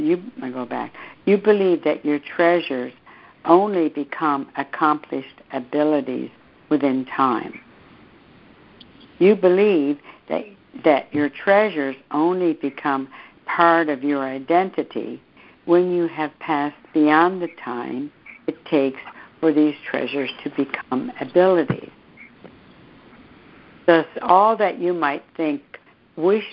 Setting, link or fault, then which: link, phone line